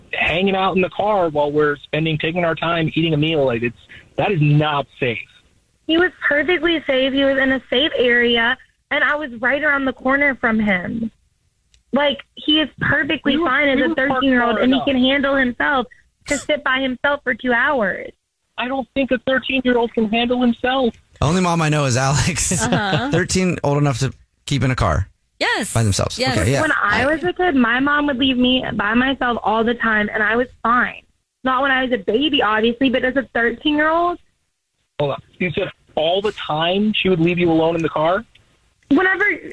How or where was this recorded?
phone line